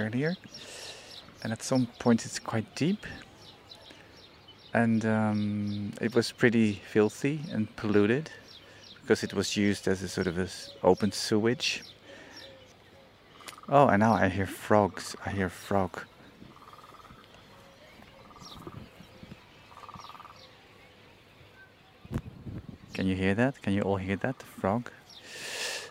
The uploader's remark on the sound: Casablanca: who owns the city #2 Vertical Field Trip. We pick up trash at the shore, circle the lake and have lunch at the central square. We visit a cultural centre, a local market and take a peek at colonial architectural heritage. This soundscape tries to capture the moods, sounds, views and smells of the day that made a big impression on all of us. Bruit du frigo (urban creation collective) at Lac d’Oulfa.